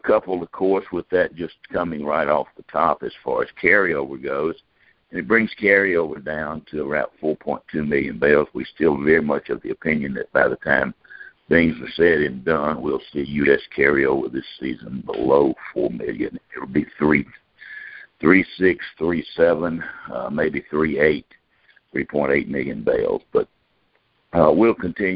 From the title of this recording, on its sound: June 2018 Monthly Conference Call